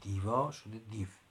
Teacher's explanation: حذف مصوت های پایانی، حذف مصوت های پایانی مثلا کلمه دیو که الان استفاده میکنیم، خب دیو در پهلوی یعنی فارسی باستان، به بخش فارسی میانه بوده دیوا، مصوت بلند داشته، شده دیو در دری، خب پس بنابراین دیوا شده دیو، جا به جا شده.